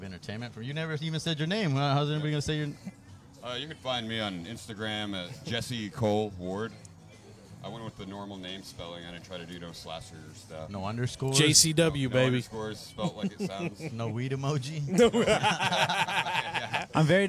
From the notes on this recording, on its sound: At the Woodshed (RIP). Before the show/mic I go live on location with a podcast barrage of local comics across the Valley of the Sun AND BEYOND (when I do road gigs!).